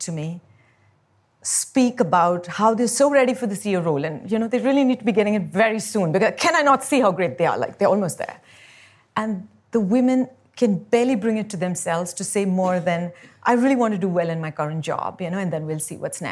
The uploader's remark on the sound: Her first public talk. At BoF VOICES 2023.